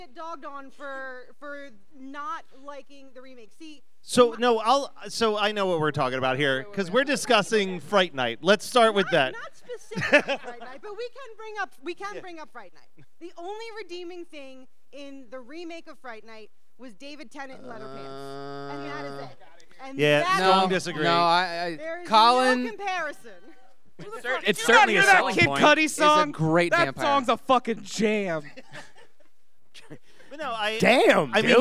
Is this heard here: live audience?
yes